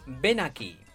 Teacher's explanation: Ven acaba con n y aquí empieza con la vocal a. En este caso, tú puedes unir ambas como ven aquí.